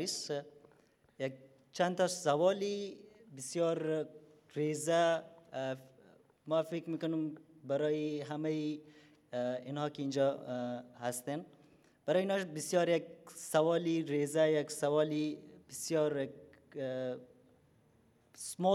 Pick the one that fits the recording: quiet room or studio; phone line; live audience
live audience